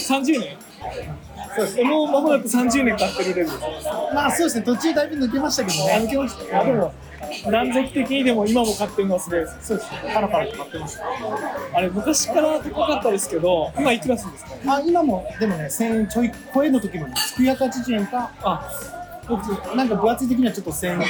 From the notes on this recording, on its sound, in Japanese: スマホのマイクに向かって語りかけながらお届けする心象スケッチ